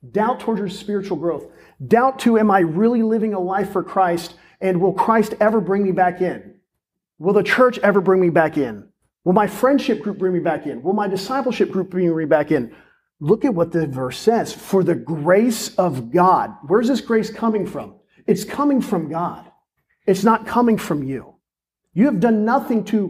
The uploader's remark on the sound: This is a sermon recorded at Olive Baptist Church in Crossroads, the young adult ministry.